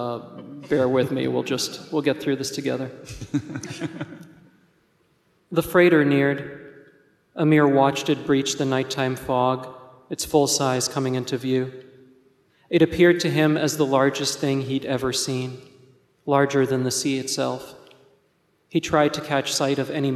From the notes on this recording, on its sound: We feature a conversation from the 2021 Portland Book Festival. This live event was moderated onstage.